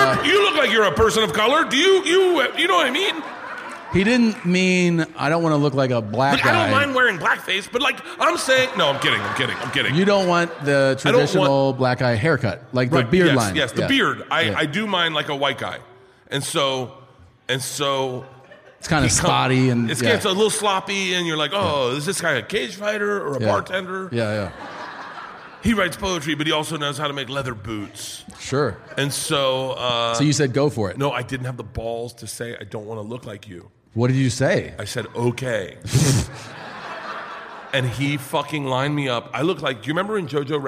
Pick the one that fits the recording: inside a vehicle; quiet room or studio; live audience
live audience